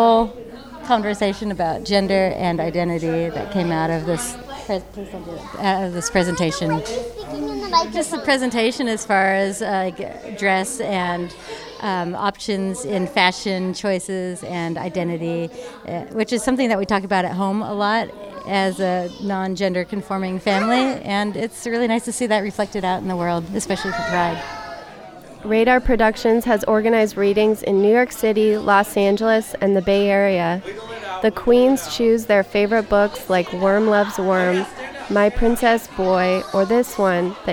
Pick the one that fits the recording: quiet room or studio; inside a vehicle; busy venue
busy venue